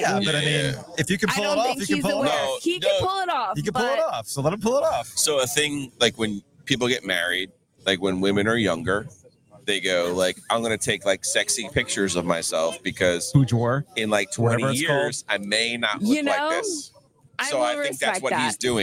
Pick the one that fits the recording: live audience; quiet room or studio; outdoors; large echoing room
outdoors